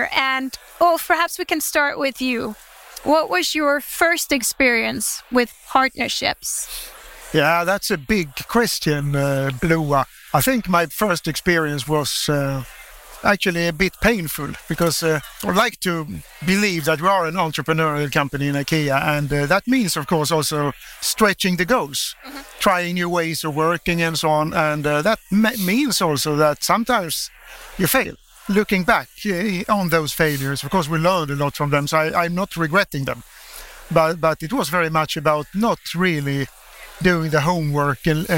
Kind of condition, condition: setting, busy venue